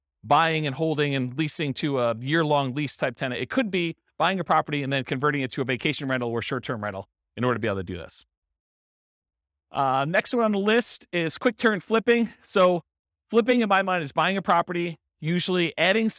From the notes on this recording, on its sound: This was a live class recorded